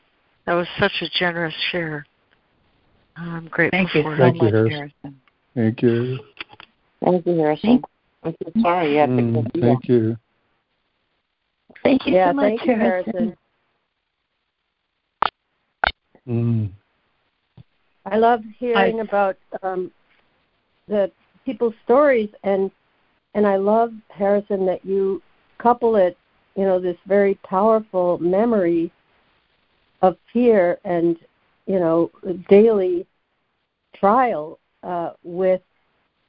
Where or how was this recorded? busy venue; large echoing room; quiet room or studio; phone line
phone line